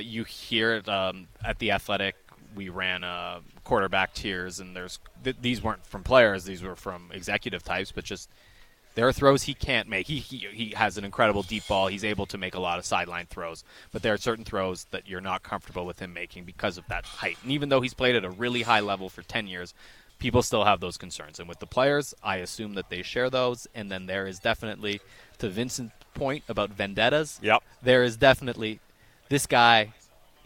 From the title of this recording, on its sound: Live from the Odlum Brown VanOpen